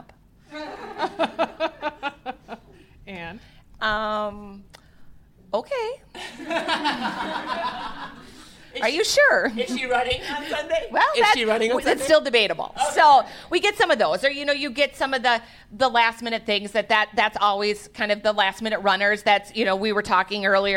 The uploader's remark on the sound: Coming to you from Eau Claire, Wisconsin, as part of the AMR Retreat. In front of a live audience.